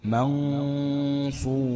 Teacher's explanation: يبقى في غنة حركتين زائد إنها مفخمة · Term: غنة مفخمة